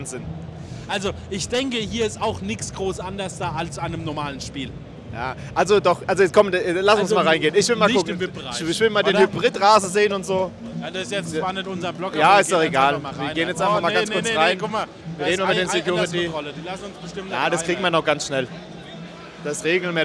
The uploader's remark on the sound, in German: live aus dem Waldstadion in Frankfurt